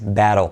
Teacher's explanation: la T y la D en inglés, cuando va entre vocales, se pronuncia como una R suave española de Mario, María · Term: la T como una R suave